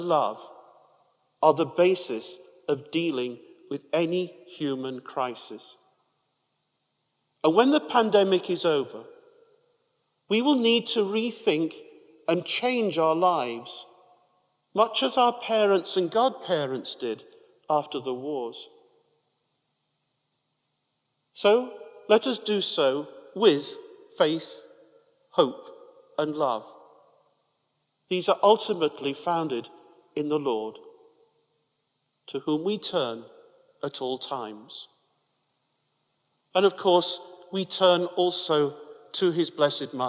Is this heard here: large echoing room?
yes